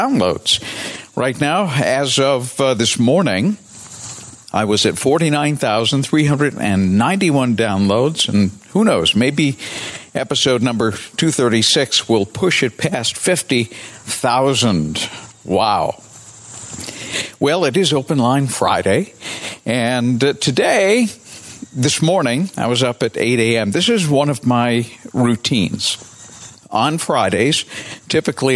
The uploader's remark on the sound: An episode I recorded OUTSIDE with my portable "studio" so you could experience, first-hand, a fun audio program called "DeScript."